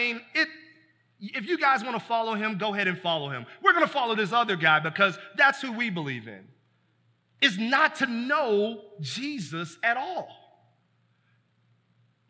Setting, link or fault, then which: setting, large echoing room